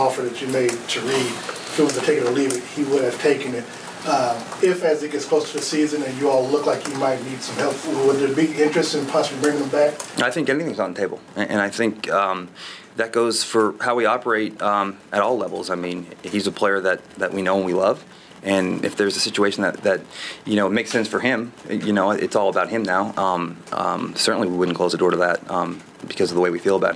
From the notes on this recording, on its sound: At his annual pre-draft press conference. The entire give and take with reporters.